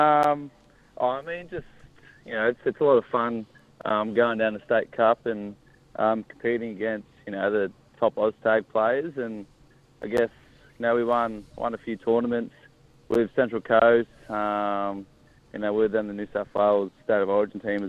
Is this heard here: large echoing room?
no